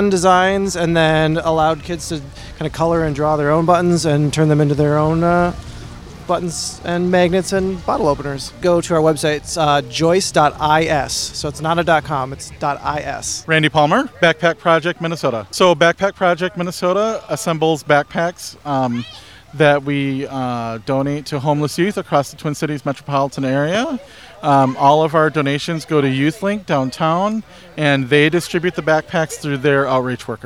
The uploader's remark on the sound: On-location at the 3rd annual Golden Valley Pride Festival.